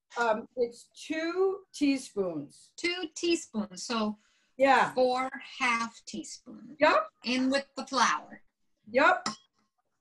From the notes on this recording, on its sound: We were socially distanced doing this lesson via zoom.